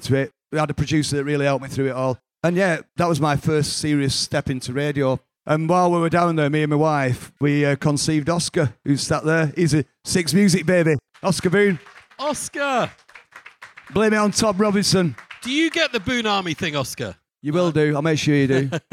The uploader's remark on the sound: LIVE from 'Vinyl Adventures’ at Freight Island in Manchester. In this episode, recorded live.